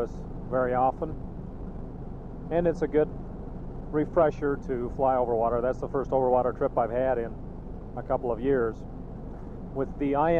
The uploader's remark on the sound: Driving Home from work